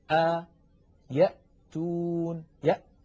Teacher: الهمزة تخرج من أقصى الحلق